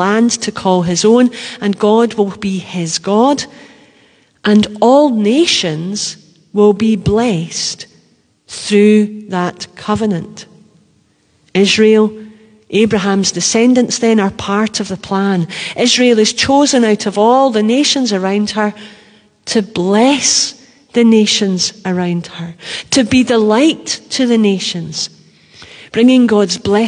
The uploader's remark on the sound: Live from The Old Kirk. Live stream of our service.